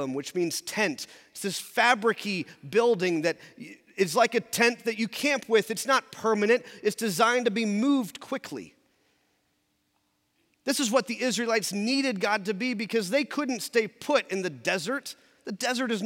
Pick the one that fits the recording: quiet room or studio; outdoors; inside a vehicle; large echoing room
large echoing room